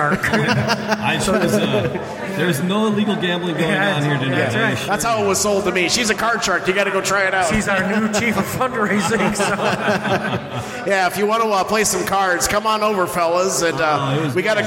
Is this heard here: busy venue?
yes